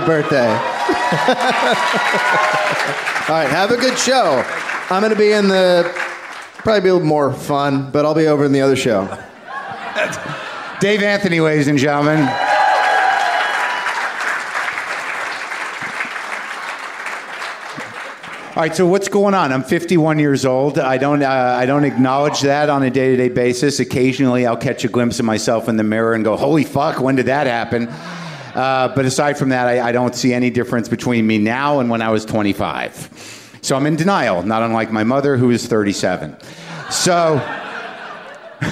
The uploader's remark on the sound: Live From the LA Podfest